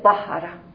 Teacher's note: وقتی میگه طهره چون طا استعلا داره، تفخیم داره، شدت داره